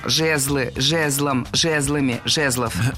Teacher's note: Ударение в этом слове ставим всегда на первый слог, ведь оно тоже неподвижное.